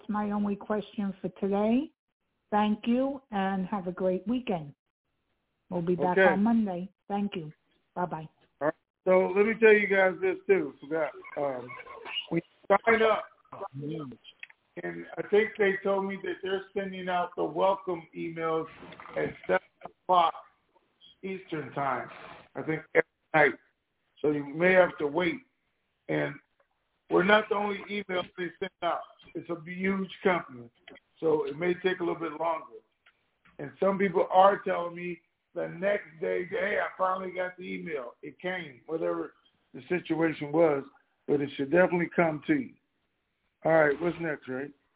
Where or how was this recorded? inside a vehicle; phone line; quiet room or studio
phone line